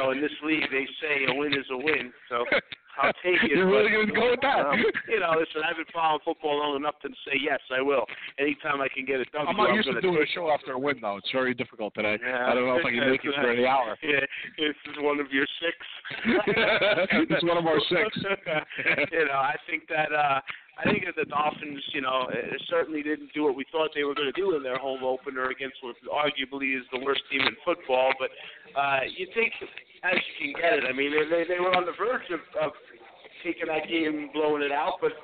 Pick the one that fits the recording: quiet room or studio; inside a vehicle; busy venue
busy venue